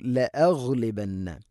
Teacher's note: ഗൈന് തൊണ്ടയുടെ മുഗൾ ഭാഗമാണ്